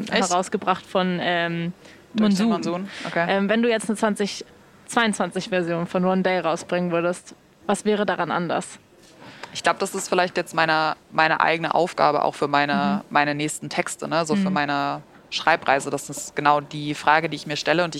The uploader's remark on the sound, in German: Eigentlich sollte es von Berlin nach Leipzig gehen, aber aufgrund von Hitze und dringenden Terminen wurde die heutige Folge ausnahmsweise nicht in der Bahn, sondern in der DB Lounge am Berliner Hauptbahnhof aufgenommen. Nicht wundern also, wenn statt Zugrattern zischende Kaffeemaschinen im Hintergrund zu hören sind.